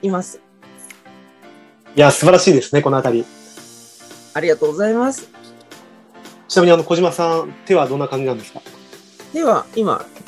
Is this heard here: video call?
yes